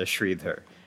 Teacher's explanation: in the middle of my name, there's a dentalized voiced alveolar plosive